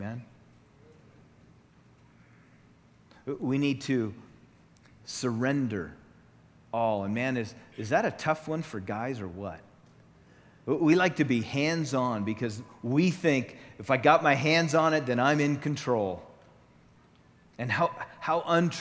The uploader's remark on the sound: Session 1 from the 2014 Southwest Men's Conference